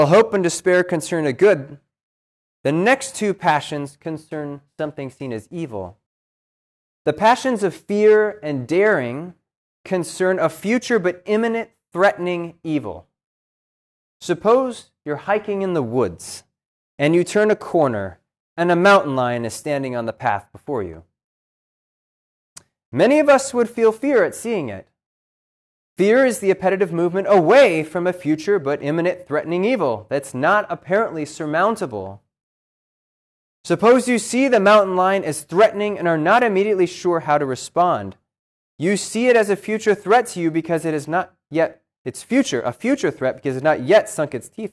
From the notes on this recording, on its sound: This lecture was given on March 7th, 2023, at Cornell University.